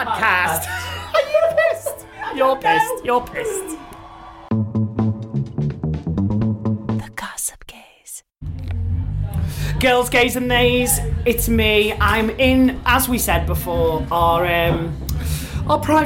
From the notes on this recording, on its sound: The Manchester Pride Special. Performed at Manchester Pride and they took their mics along so you all could hear the action backstage.